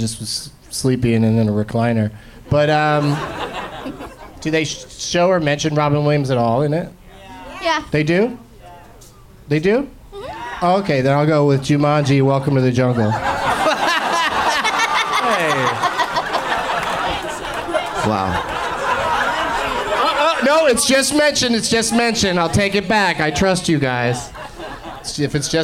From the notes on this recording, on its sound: Live from the Punchline in San Francisco